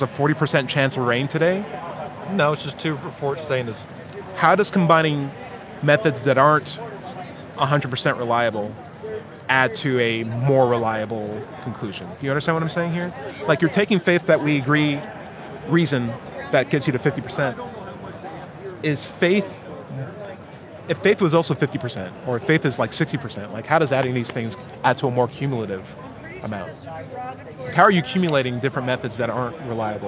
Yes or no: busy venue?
yes